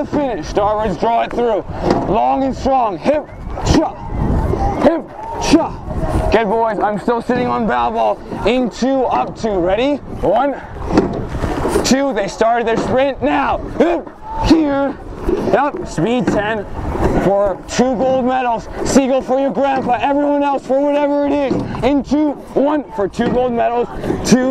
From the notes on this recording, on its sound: Rowing Coxswain Recording 4+ National Final. Lightweight 4+ Recording.